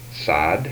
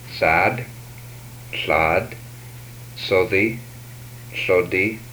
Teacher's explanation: These are voiceless alveolar fricatives.